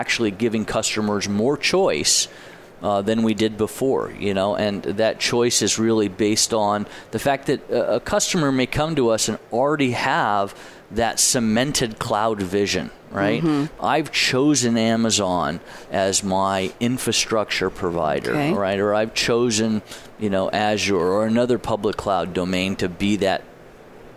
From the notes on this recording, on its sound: Live from Sap Sapphire Now 2017